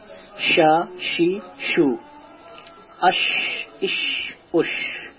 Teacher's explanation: এবার জিভার মধ্যস্থল থেকে আমরা আসি, জিভার মধ্যস্থল ও তার বরাবর তালু মিলিয়ে তিনটি অক্ষর উচ্চারণ হয় · Term: শিন